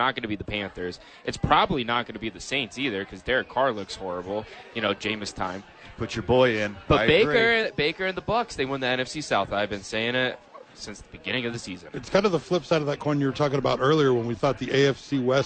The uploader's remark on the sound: live from Howies